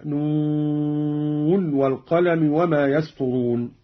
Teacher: قرأ قالون بإظهار النون من الواو كحفص، هكذا نون والقلم وما يسطرون.